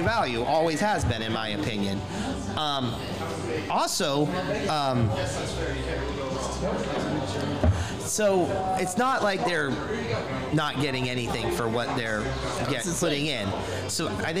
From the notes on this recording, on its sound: recorded at the legendary Max's Tavern